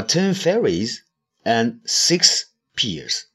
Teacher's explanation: 你看我读这个 and 的时候，读的就比较轻啊